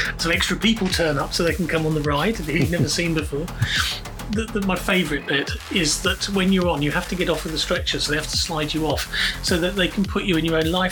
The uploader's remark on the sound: Accordingly, for one episode only, we are supported by a series of non-invasive backing tracks to hide the pops and clicks from the freezer, the smart meter and possibly the howling sou-westerley's that battered the man cave during recording.